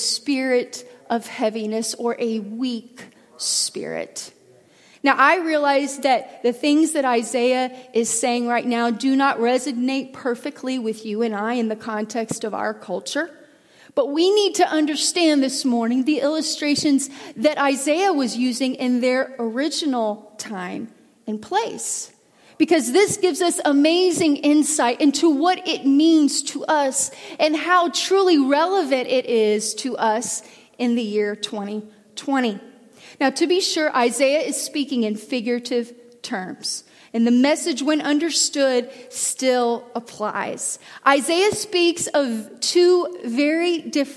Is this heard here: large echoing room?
yes